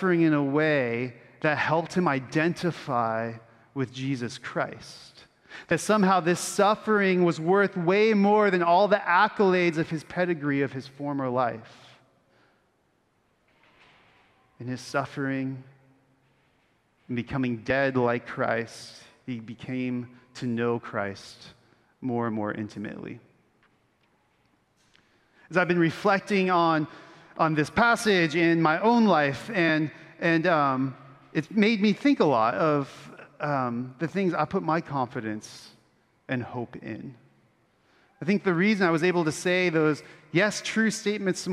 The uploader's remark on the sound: Originally preached at Bethany Lutheran Church in Austin, Texas